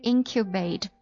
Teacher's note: 重音在第一个音节上